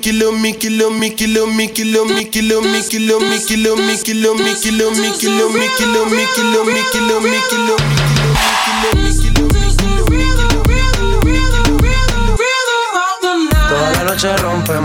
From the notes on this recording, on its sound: SET LIVE RECORDED AT EL SOCIAL KITCHEN GASTRO BAR. SUPER BOWL 2024 SUMMDAY FUNDAY SET.